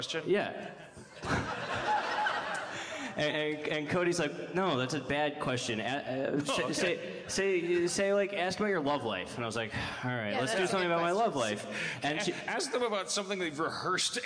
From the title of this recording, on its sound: LIVE in San Diego 2016 (During A Comic Book Convention)